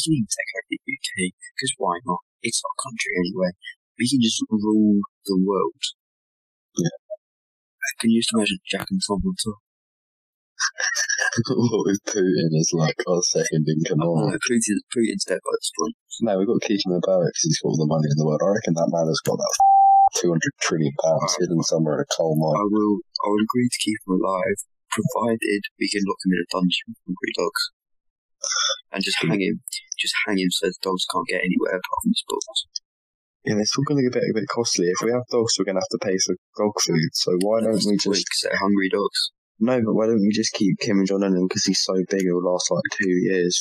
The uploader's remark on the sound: We tried something new with the recording this time and whilst the sound quality isn’t quite as good.